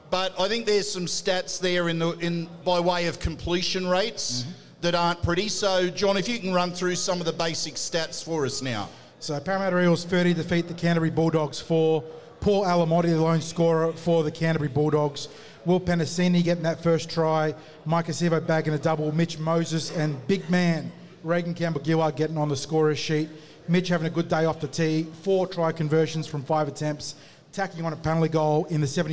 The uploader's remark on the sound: The Tip Sheet is live from Jacks Bar & Grill